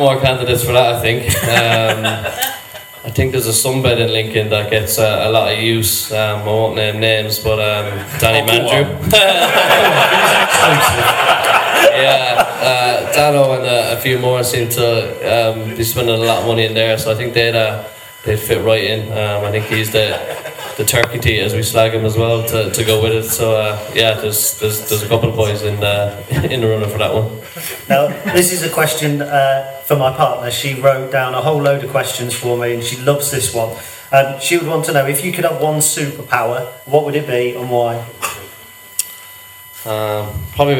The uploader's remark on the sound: LIVE in the Legends Lounge. Time for the second part of our 200th episode live spectacular!